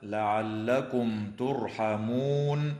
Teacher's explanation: وتظهر الميم الساكنة عند التاء في قوله تعالى لعلكم ترحمون، وتنتهي هذه الآية الكريمة عند كلمة